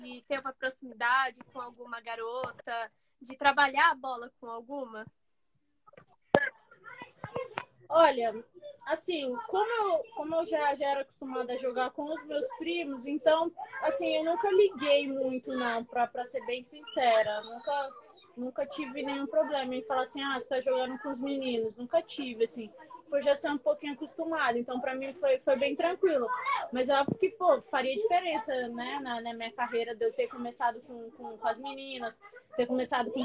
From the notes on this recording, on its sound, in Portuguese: Rolou uma live no meu instagram